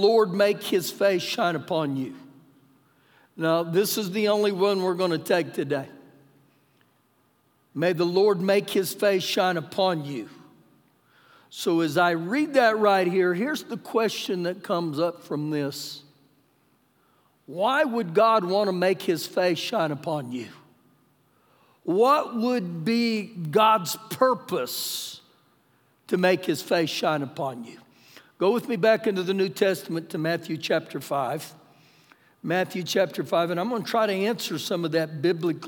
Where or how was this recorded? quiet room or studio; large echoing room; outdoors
large echoing room